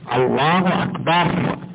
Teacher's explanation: وعلى العموم الافضل ان يفخم لفظ الجلاله ويفخم الراء من اكبر، الله اكبر تكون فخمه اقبل.